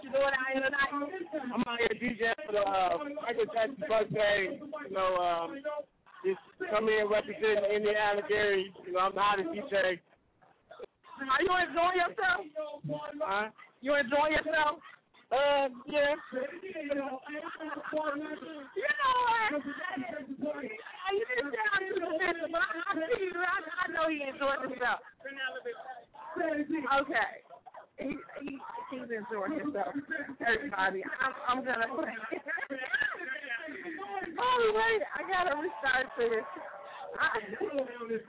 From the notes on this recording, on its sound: Im live on the scene at the Jacksons house on 2300 jackson street in Gary Indiana! Live interviews with the performers and some of the guests that come out to support this event! Just streaming a live show.